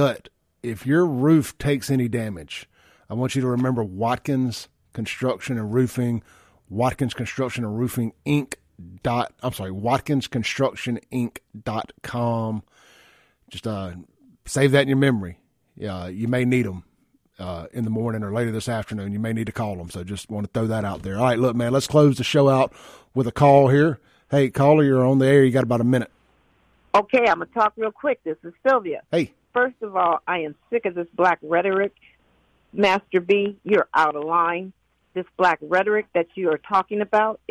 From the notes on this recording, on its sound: Calls in with the call of the day, he pisses off multiple other folks that call in to dispute his point.